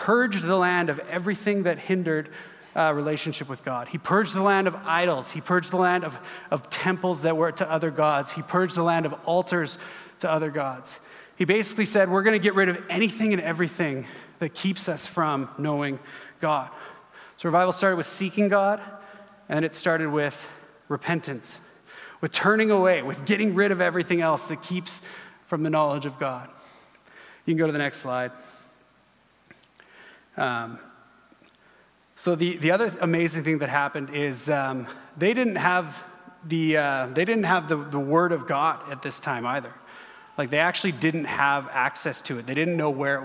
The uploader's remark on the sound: At our Edmonton Gathering in June, 2023 at Gateway Family Church